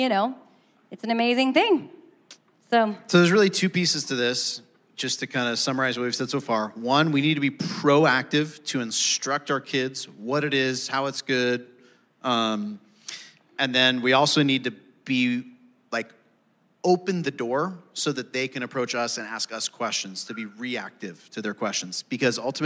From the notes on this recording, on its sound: Answer live audience questions during the Thrive Marriage Ministry gathering at Compass Bible Church.